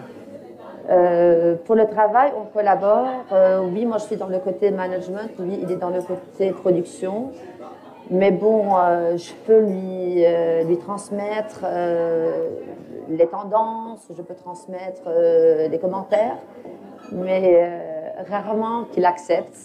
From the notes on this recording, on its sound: Recorded live on February 17, 2020, at L’appartement in Beirut, Lebanon.